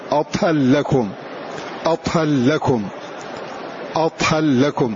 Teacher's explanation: تضغم الراء في اللام · Term: إضغام